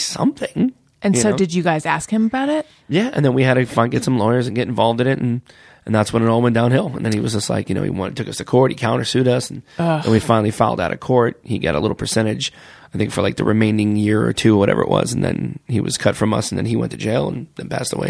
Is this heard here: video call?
no